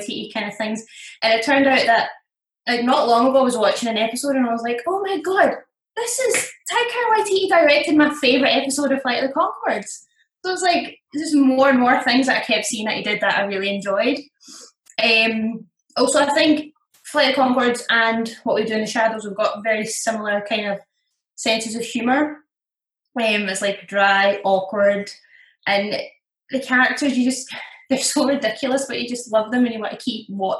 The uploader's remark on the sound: The Zoom season continues